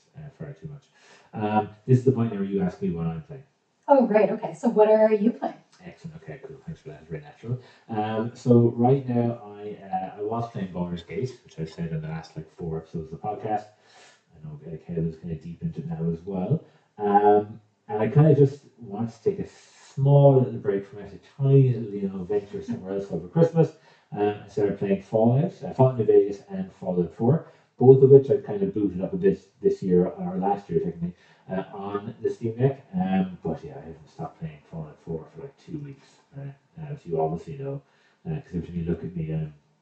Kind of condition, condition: fault, poor sound quality